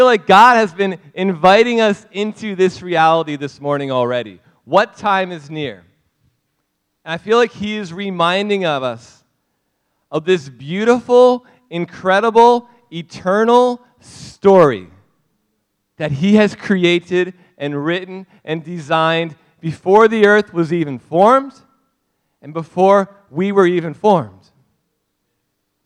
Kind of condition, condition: setting, large echoing room